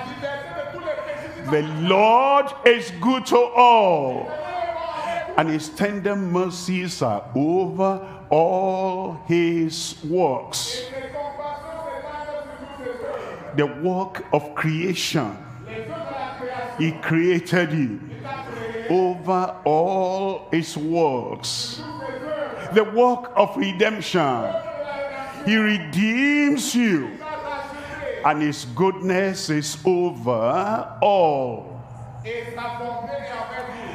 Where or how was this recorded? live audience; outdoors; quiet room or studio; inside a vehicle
live audience